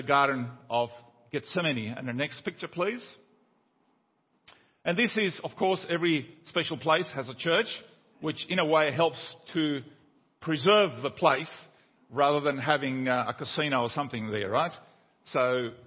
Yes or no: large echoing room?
yes